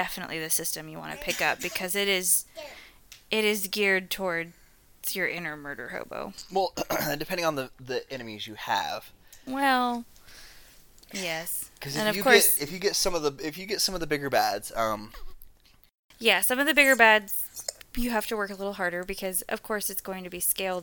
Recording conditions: sounds in the background